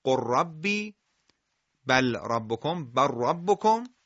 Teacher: ادغام لام ساکنه در حرف را از انواع ادغام متقاربینه